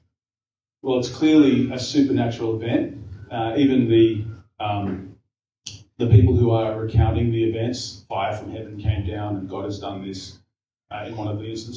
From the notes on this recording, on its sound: We apologize for the lower audio quality again this week. We have had a slight technical issue which should be sorted for next week.